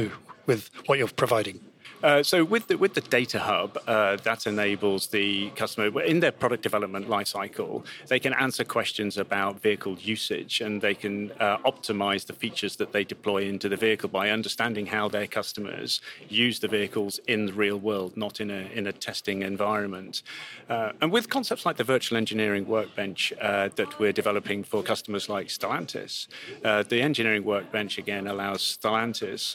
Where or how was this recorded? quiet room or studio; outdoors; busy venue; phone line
busy venue